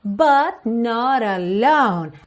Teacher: Aqui ela juntou not com alone